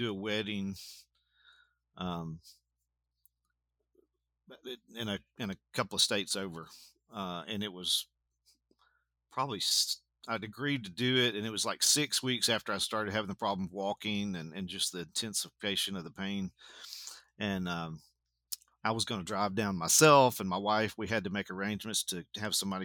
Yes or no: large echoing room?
no